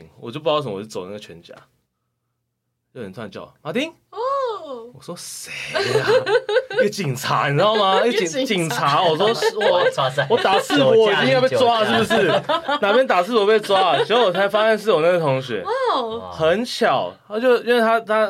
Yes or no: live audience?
no